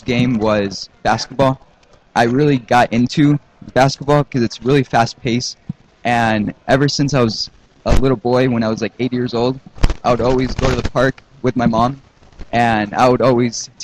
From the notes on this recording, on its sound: Live From Scottsdale Fashion Square and the Microsoft Store. We are broadcasting straight from the Scottsdale Fashion Square Mall at the Microsoft Store in Arizona.